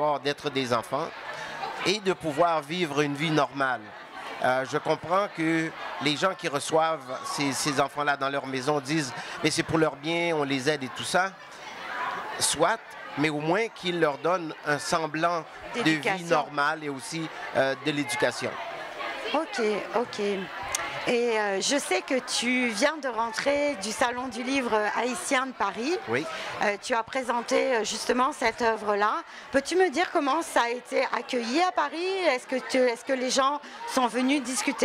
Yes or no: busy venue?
yes